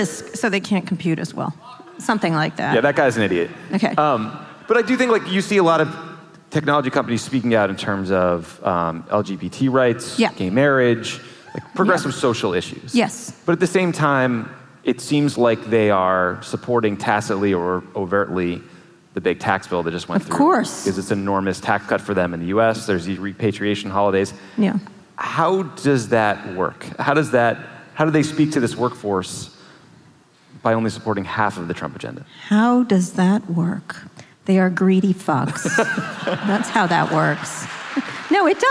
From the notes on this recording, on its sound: a live taping of their podcast, Pod Save America, in Oakland, California